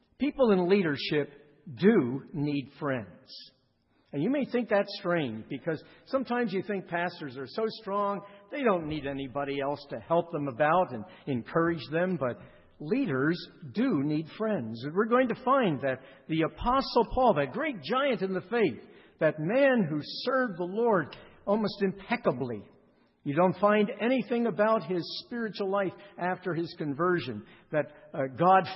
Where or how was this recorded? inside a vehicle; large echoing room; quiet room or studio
large echoing room